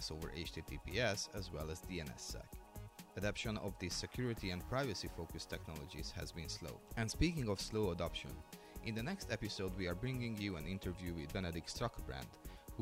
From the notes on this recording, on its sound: RIPE was a busy event, as evidenced by the noise and conversations in the background